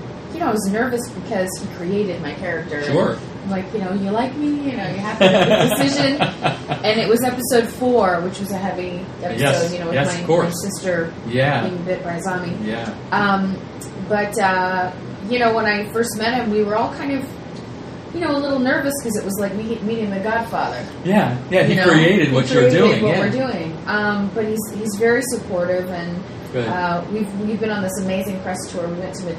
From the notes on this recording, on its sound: This episode was recorded at Farpoint and the room noise does make the interview sound rough.